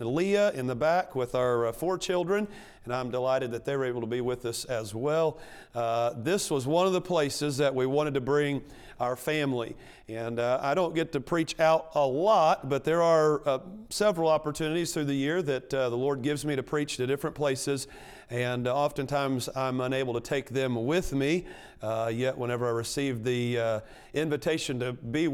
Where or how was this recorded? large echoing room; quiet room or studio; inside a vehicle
large echoing room